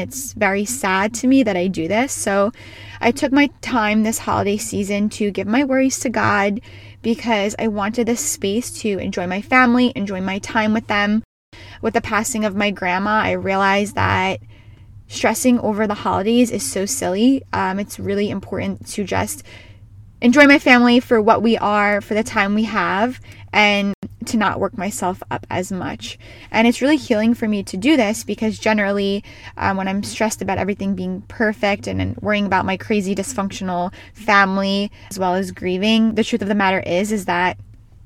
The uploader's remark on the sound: She is recording from her car